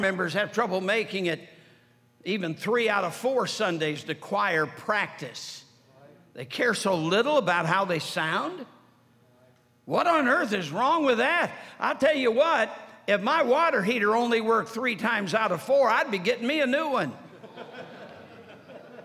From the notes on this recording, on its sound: during the Sunday Evening service of the 47th Annual Stewardship and Missions Conference on October 15, 2023, at North Valley Baptist Church in Santa Clara, California